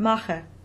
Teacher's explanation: When the unstressed O is after the stressed syllable, it's very similar to a German schwa, but with more of an A color to it rather than an E, as in the word mache.